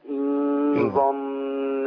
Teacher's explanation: انا عندي نون مرققه بعد الظاء